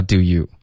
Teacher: 这里呢，它就没有连读弱化，它就发 doyou，OK？它就分成两个音节了